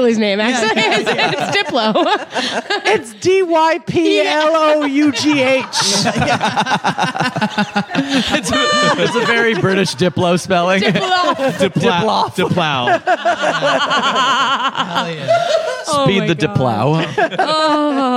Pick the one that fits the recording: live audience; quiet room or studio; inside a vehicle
live audience